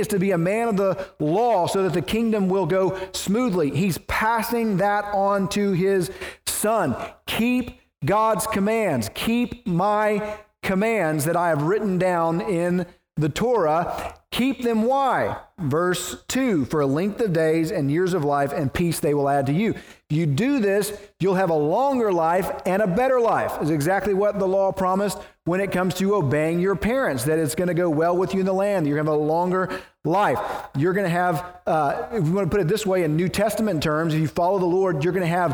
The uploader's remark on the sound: preached at the First Baptist Church of Naples